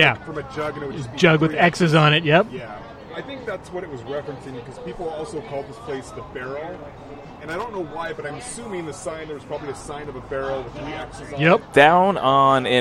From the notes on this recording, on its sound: The Caroline Tavern in North Seattle. Recorded live at The Caroline Tavern on 07/06/2023.